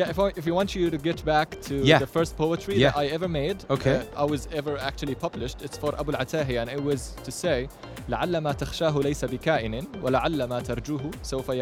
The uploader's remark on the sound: Live from SIBF 2023.